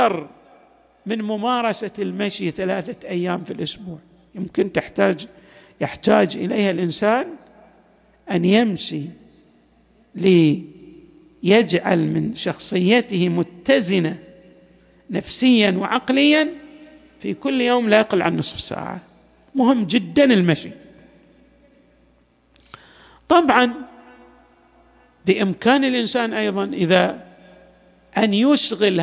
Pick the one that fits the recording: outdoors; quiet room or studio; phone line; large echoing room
large echoing room